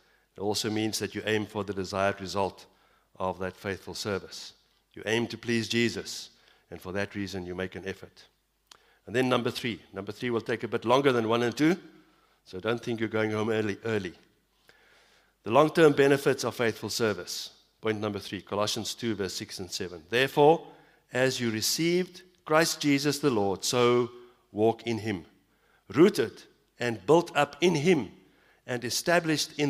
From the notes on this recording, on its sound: Evening Worship Service - 18 September 2022